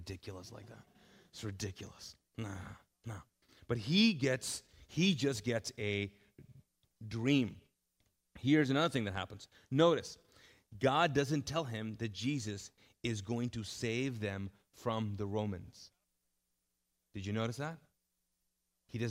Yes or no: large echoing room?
yes